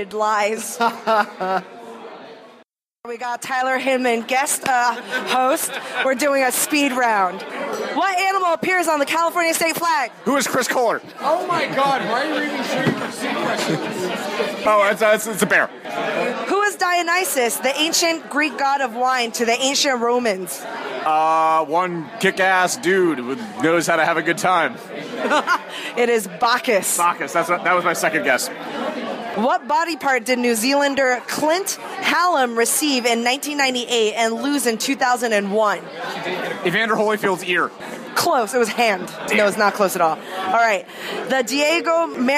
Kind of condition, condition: setting, busy venue